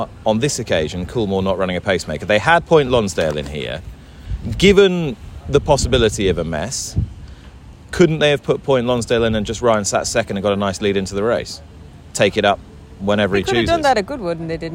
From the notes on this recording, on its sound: at York for the first day of the Ebor Festival